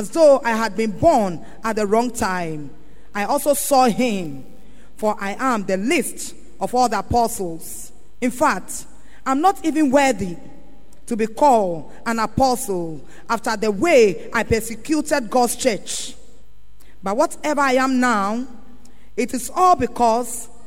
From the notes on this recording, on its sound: Sermon preached at CBC Adabraka/Shiashie Campuses